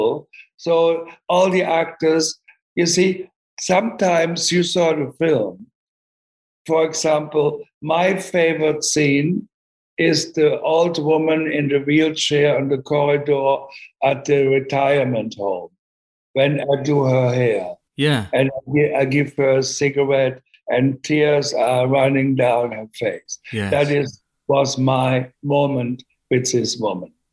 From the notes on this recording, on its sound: sat down over Zoom